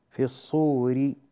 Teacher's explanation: أنت قلت في الصوري بتفخيمها، لا يصح، الراء مكسورة، إذن نرققها · Term: ترقيق الراء